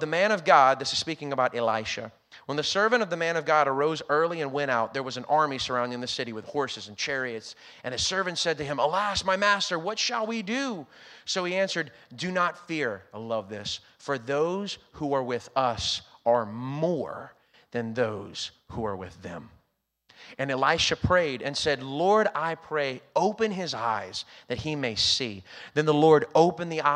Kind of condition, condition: setting, large echoing room